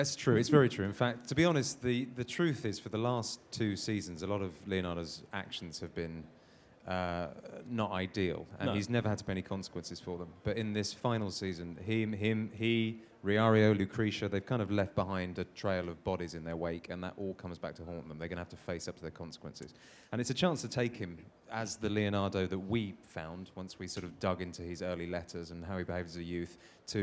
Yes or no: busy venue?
yes